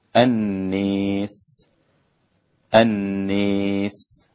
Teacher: أمال كلمة الناس المجرورة الإمام الدوري عن أبي عمرو البصري فقط